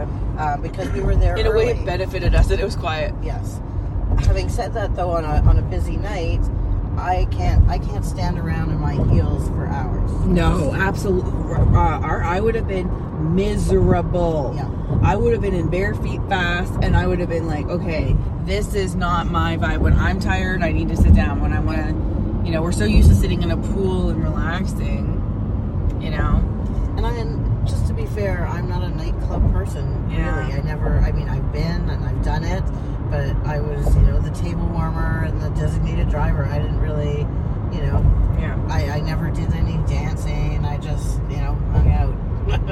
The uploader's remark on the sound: Chatting in the car leaving X Club sex club for the first time. Natural girl talk in the car leaving a new sex club (nightclub style).